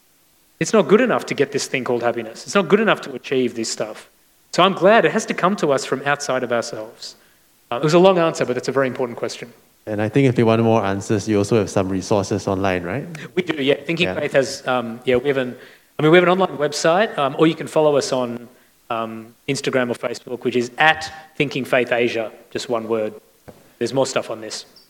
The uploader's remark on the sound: This recording was taken from a Q&A session at Chapel of the Holy Spirit's Fireplace event in February 2022, Singapore.